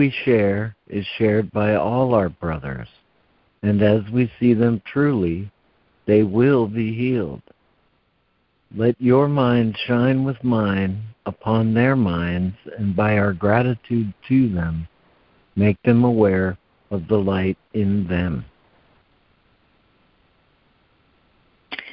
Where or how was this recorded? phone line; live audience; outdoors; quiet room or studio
phone line